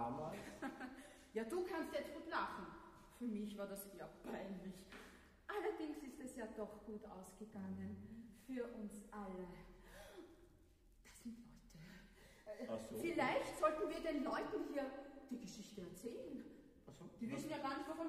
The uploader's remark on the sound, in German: Live-Mitschnitt der Aufführung. C-Arts Tonstudio.